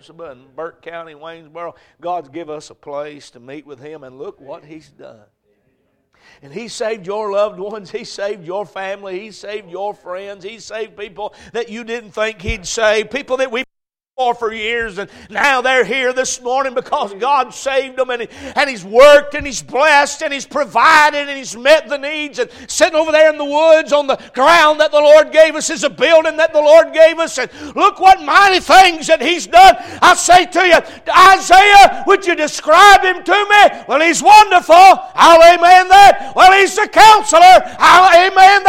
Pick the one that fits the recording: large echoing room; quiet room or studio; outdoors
large echoing room